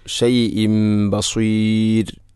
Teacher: അവിടെ ഷൈഇൻ എന്ന തൻവീന് ശേഷം ബ വന്നാൽ ഇഖ്ലാബ് എന്നതാണ്. തൻവീനിനെ മീമാക്കി മാറ്റുന്നു. ഷൈഇം ബസീർ.